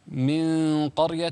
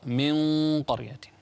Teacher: فخم الغنة هنا تمهيدا للقاف · Shown in: second take